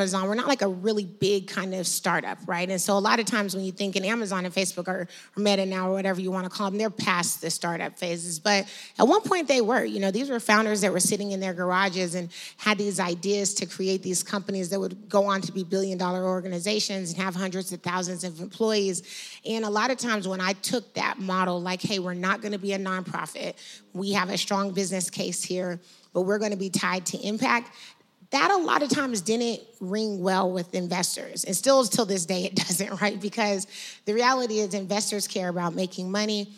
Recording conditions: live audience